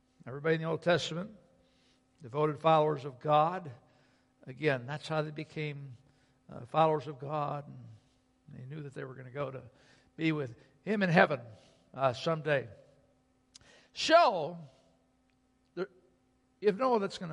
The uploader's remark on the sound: Sunday Worship Service - Audio